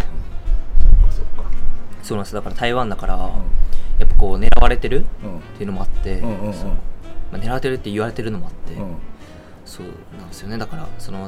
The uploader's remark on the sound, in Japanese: 奄美大島5日目。外で収録しているため、途中風によるノイズがあります。